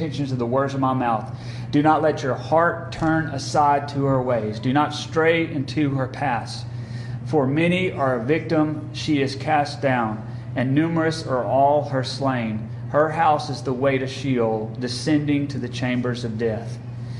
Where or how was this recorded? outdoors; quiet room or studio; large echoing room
large echoing room